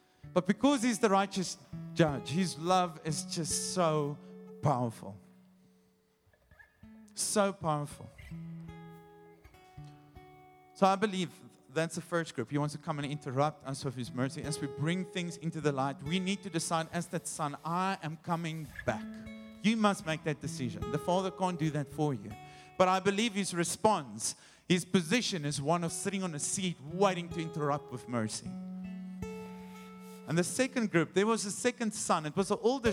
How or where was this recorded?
large echoing room